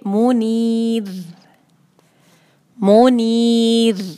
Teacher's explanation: اور منیر میں بس اس بات کا دھیان رکھنا ہے کہ را جو ہے وہ باریک رہے، را جو ہے وہ باریک رہنا چاہیے